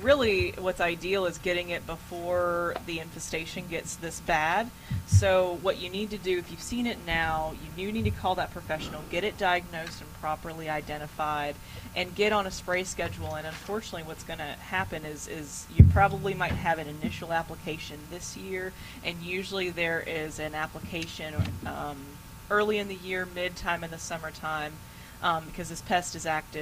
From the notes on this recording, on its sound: broadcasting live from Bell’s Carpet & Floors